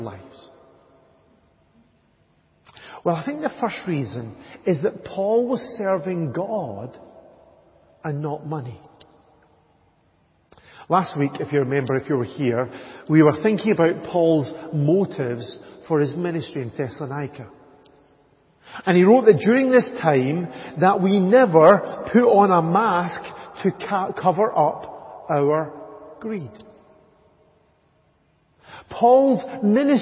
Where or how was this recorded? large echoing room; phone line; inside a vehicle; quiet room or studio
large echoing room